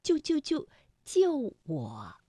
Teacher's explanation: 当救救救连在一起的时候，不可能每一个字都从五能够降到幺，所以啊，我们通常把它从五降到三 · Term: 去声